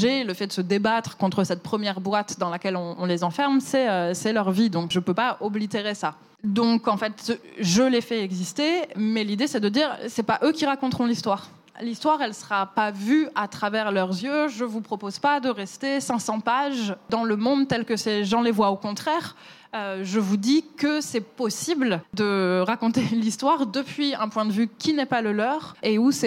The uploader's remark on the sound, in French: cet épisode a été enregistré à la Gaîté Lyrique